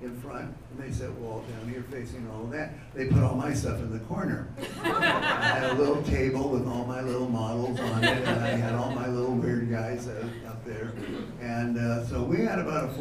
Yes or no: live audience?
yes